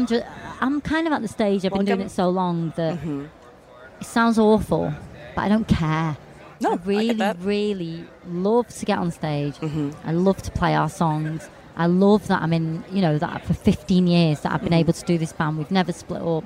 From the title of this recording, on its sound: Live from Warped Tour!